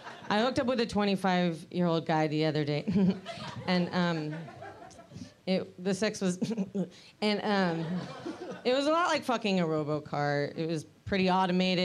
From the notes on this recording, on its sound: Live podcast gameshow at The Bus Stop in San Francisco!